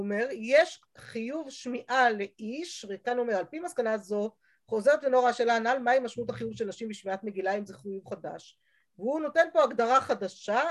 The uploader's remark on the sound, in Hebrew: השיעור הועבר והוקלט בזום